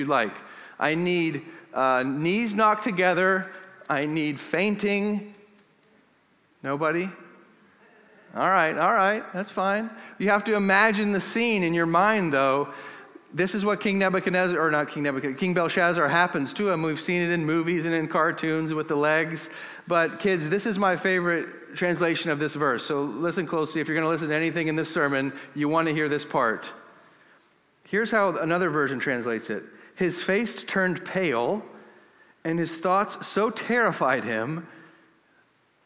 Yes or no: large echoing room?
yes